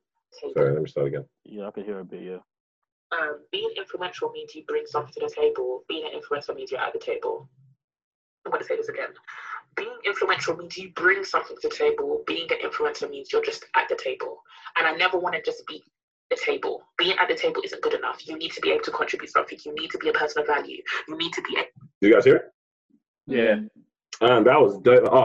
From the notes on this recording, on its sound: Welcome to our first over-the-phone podcast.